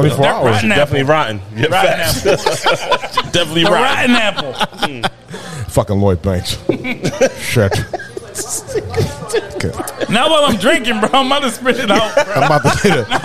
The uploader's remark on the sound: The bunch recorded with their 1st live audience. Talked with the audience.